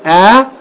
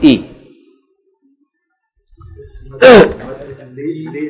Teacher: Okay, in this lesson we're going to take fatha with ya. Okay, it begins as a fatha sound a, and then it goes to the ya sound e. It's called medleen.